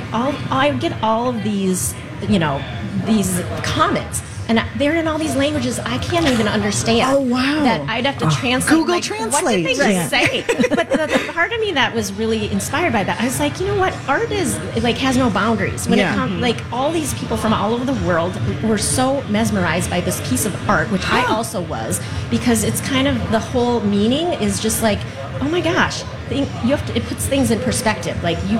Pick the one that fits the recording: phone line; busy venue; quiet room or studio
busy venue